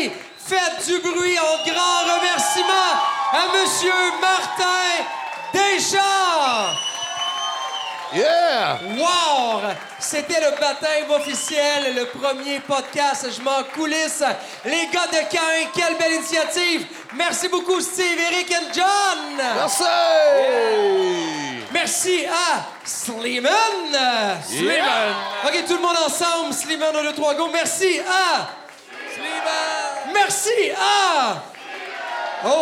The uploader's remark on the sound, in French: Captation devant public a l’Etabli Brasserie Urbaine, Drummondville.